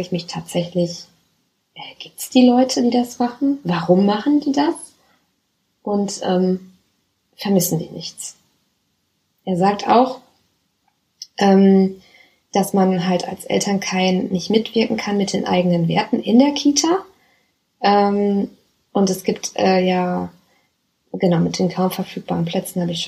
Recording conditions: phone or laptop microphone